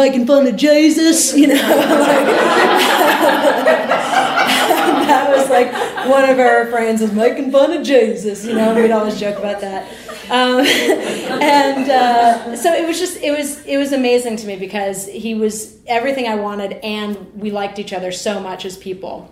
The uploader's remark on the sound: Live at The Story Studio! Share personal stories at our school's latest live show.